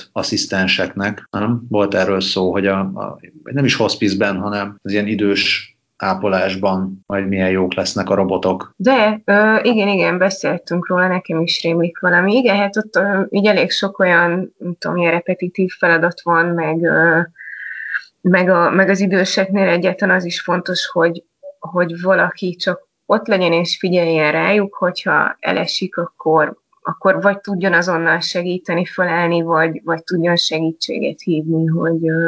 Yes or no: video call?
yes